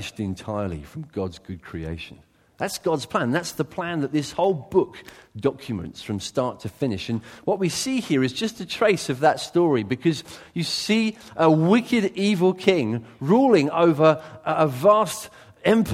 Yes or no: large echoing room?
yes